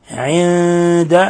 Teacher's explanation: نون ساكنة جاء بعدها الدال، إخفاء حقيقي